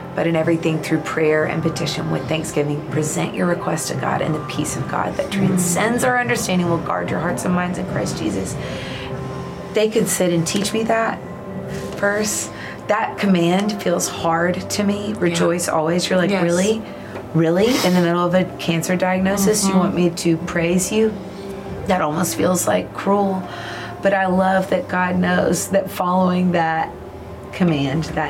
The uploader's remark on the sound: Live from the 2023 Child Discipleship Forum